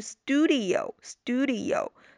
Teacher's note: 在美音中，很多美国人是会把前面的这个 u 发成长音 u